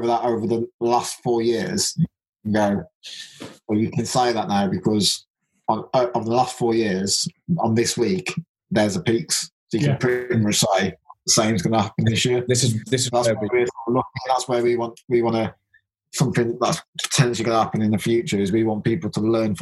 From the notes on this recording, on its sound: I sit down via Zoom to chat with two guys I now consider good friends. Audio wise it's a Zoom call, so that's exactly what it sounds like, it's completely workable.